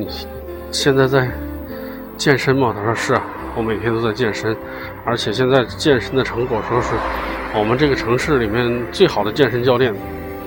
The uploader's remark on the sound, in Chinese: 户外录音